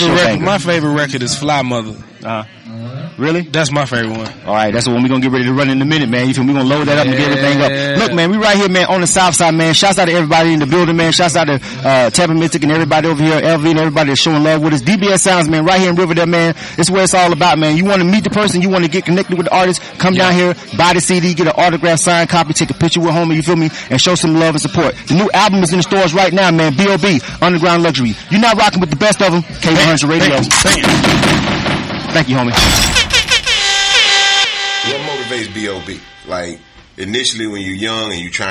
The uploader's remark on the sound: On K-100 Radio at DBS SOUNDS. At his album release in store signing at DBS Sounds in Atlanta.